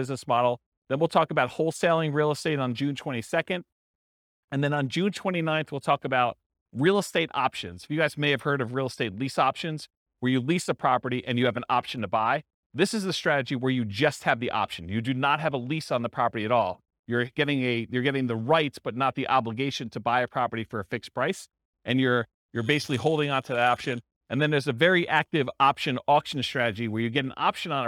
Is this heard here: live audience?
yes